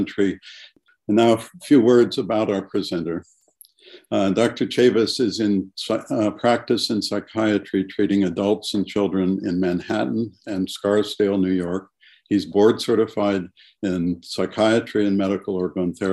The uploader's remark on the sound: This episode features the audio from one of the ACO case presentation webinars.